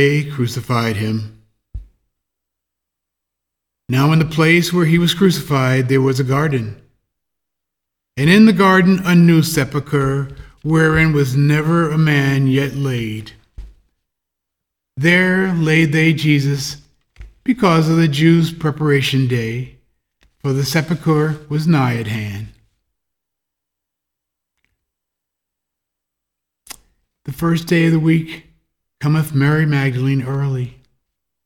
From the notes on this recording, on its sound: The Sunday service audio from October 24th, 2021